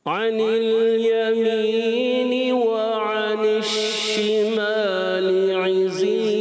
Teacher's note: شین مشدد ذرا رکیں گے ٹھیک ہے نا منہ میں آواز پھیلے گی